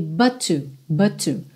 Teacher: A gente tem uma palavra que termina em T e outra palavra que começa em T. A gente tem um resultado final de um T só no som